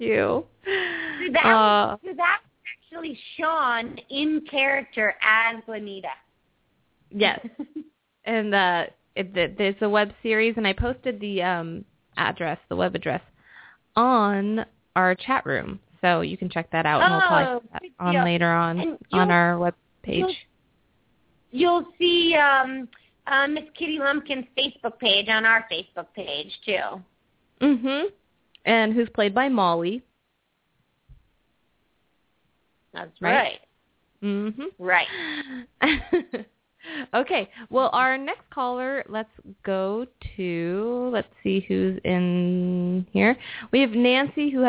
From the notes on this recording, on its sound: Open up the lines for listeners to call.